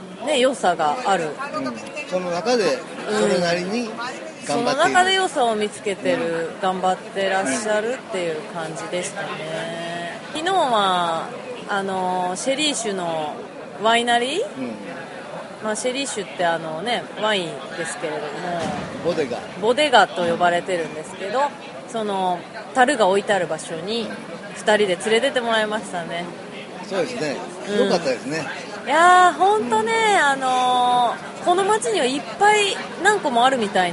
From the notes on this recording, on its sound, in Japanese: ヘレス・デ・ラ・フロンテーラより～。巡礼前に、フラメンコ・シェリー酒・馬術で有名なヘレスのバルで収録。